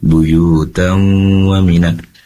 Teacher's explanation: Jadi ketika ada tanwin bertemu dengan waw atau dalam hal ini idgham bi gunnah, maka kita fokusnya pada gunnah atau dengungnya, bukan fokus kepada tasydid, walaupun ada sebagian mushaf tertulis di atas waw itu ada tasydid.